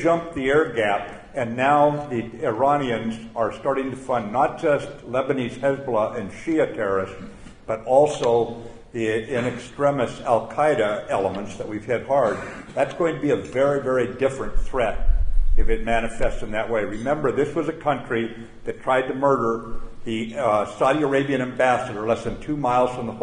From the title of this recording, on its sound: at the Combat Development Dinner